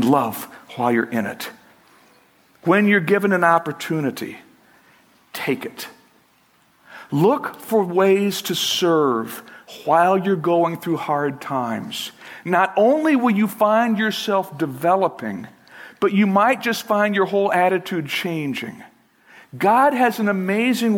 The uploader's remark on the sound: Originally recorded March 4, 2012, at Fellowship Missionary Church, Fort Wayne, IN.